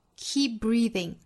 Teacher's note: Keep 尾部的 p 的发音后面遇到了爆破音 b，前面的发音呢做失去爆破